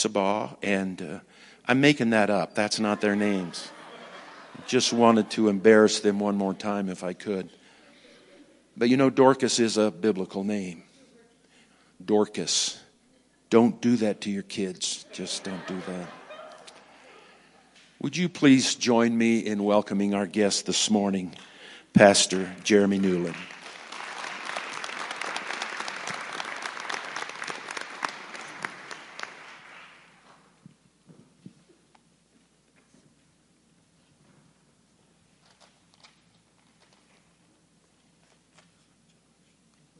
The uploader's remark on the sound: Woodland Life Church Live